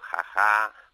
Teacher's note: La H en català, en alguns casos, és aquesta H aspirada, més suau